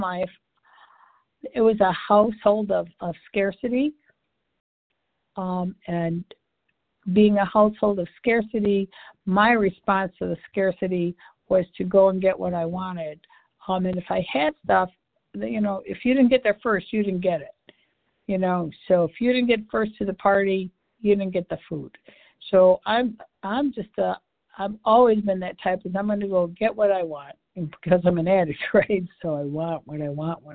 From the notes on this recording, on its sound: 100 Pounders Phone Meeting